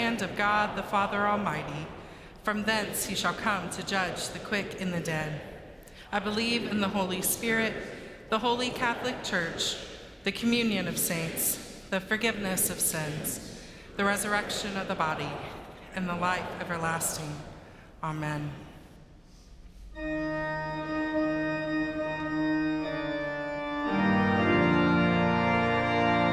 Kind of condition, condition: setting, large echoing room